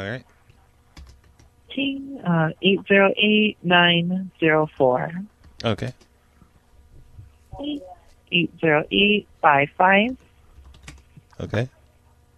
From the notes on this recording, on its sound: Prank Phone Calls